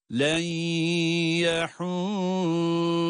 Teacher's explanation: İdgam ma'al gunne var burada da